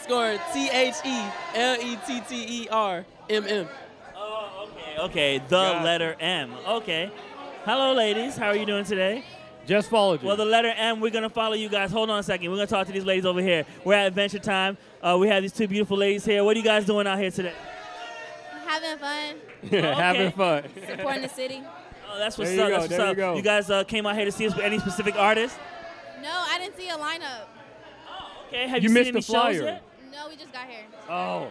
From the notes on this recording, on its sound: Live From Adventure Time ATL.